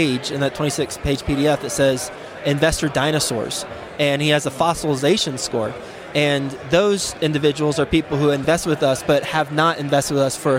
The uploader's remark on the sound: today’s show is from the Best Ever Real Estate Conference